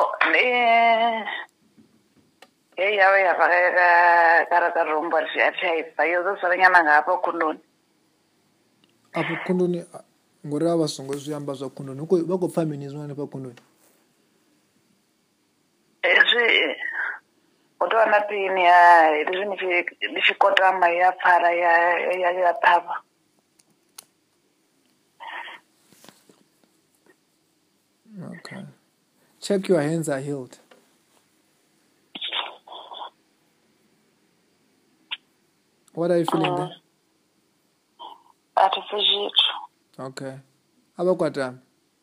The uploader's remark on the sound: Healing over the phone.